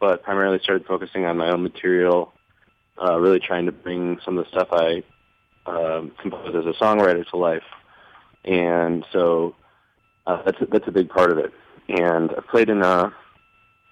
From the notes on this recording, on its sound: phoned in to Radio One Chicago